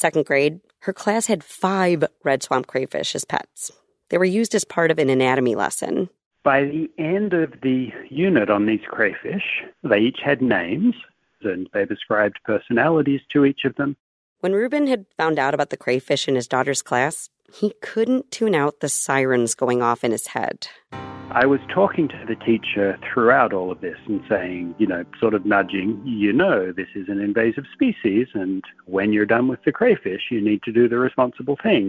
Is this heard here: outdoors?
no